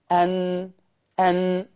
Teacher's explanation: طرف اللسان لما يصطدم باللثة، يصطدم باللثة يتولد عنه صوت النون، أن أن. طيب، ده مخرج النون العادي، وأنا بأدي بقى نون مشددة، هفضل حط طرف لساني في اللثة والخيشوم عمال يولد غنة، أن أن.